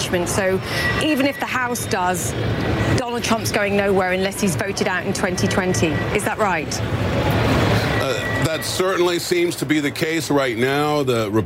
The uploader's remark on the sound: live from the New York Stock Exchange